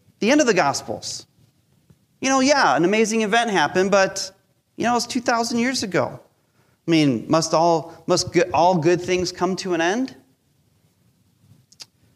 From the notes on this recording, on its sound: Recorded live during our Sunday Service.